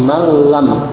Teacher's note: Nunnya masuk idgham pada lam, tapi tidak mendengung. Man lam menjadi mal lam.